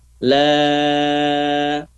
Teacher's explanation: La-nya panjang 4 atau 5 harokat.